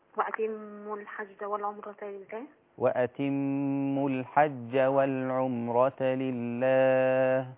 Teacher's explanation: الميم المشددة لابد أن تغنى حركتين